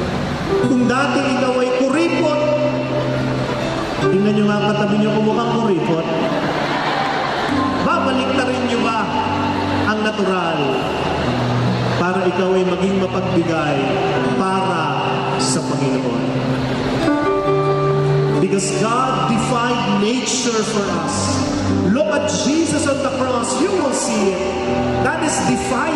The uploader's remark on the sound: This talk was recorded from Rizal Grand Feast 2016